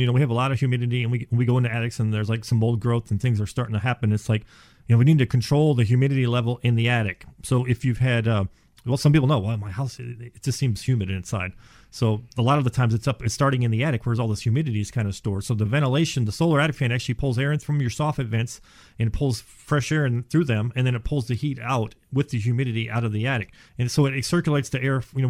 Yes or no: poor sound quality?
no